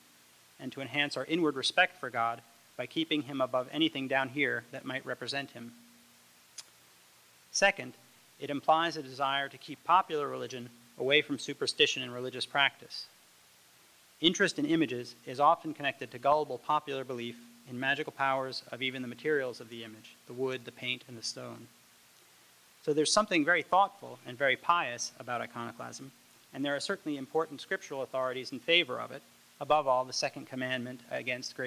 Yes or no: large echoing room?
yes